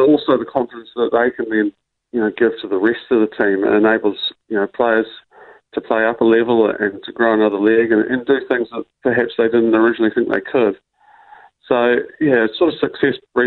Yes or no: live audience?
no